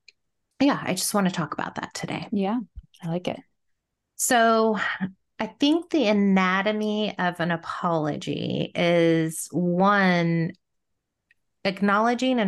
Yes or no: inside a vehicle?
no